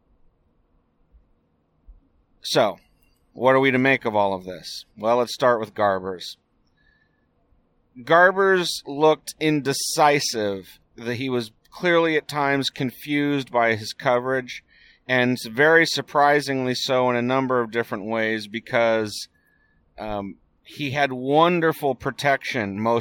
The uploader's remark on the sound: Here’s the one I recorded last night on the way home from the UC Davis game.